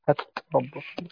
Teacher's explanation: والكوفيون يدغمون اللام في التاء